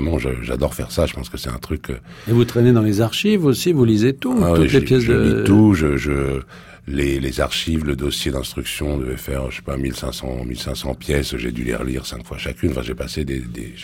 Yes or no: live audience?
no